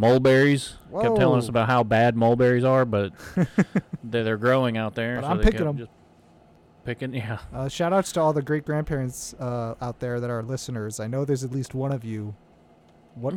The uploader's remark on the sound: The One Where We Get In The TRUCK.